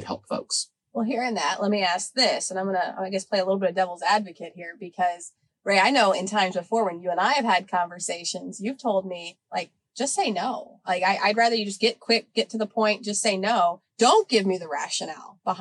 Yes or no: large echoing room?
no